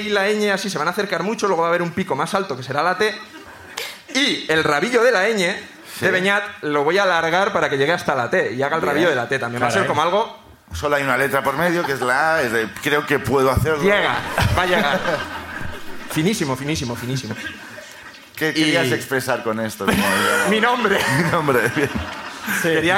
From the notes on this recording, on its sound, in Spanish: La Ruina desde Bilbao. Sube el público de Bilbo.